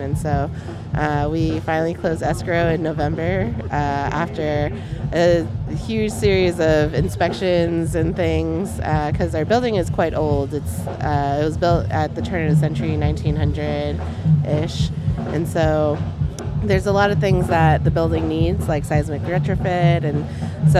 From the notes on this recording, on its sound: Oakland’s Eastside Arts Alliance held its 18th Annual Malcolm X Jazz Arts Festival in San Antonio Park… and KPFA’s First Voice Apprentices were there too! We brought back interviews, sights and, of course, sounds of our community in concert.